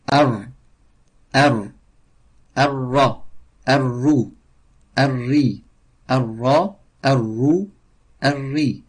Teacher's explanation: Il faut reculer la langue pour dire ar, ar. Si tu restes devant, ça fait al, al.